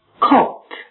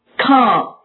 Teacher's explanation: 发前一个音的时候，双唇要稍稍收圆，后一个音嘴要张大